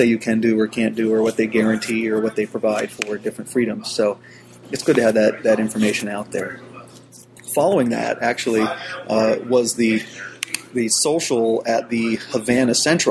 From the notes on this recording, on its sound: Live from NYCBSDCon Sunday. A copy of Sunday's live stream from NYCBSDCon 2008.